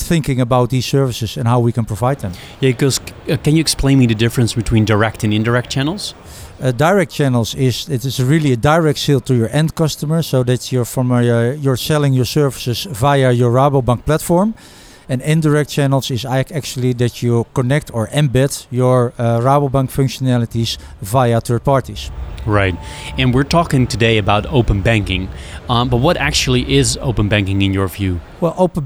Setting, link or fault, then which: setting, busy venue